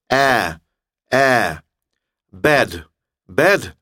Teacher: Это не «э» и не «а», это звук между «э» и «а».